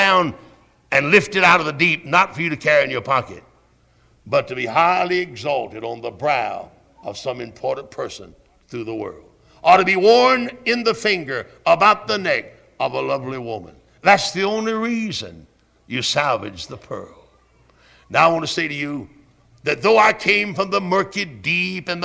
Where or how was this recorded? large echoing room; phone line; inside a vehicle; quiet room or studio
large echoing room